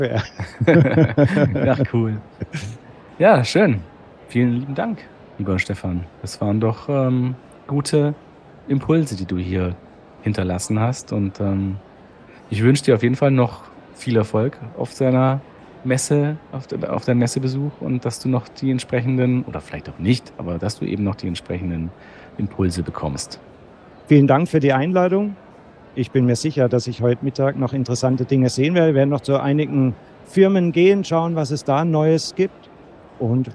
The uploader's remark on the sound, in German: Live auf der IDS 2023 in Köln